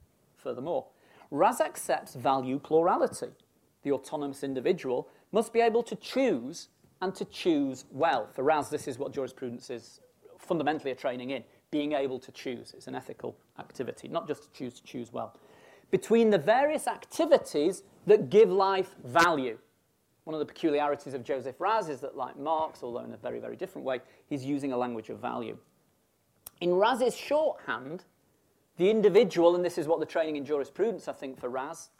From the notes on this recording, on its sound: Birkbeck Inaugural Lecture.